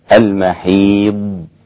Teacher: فهو الصفة الوحيدة التي يعني تميز هذا الحرف هي الاستطالة. استطالة الضاد يعني يستطيل الصوت الخارج في مخرج الضاد المحيض هكذا.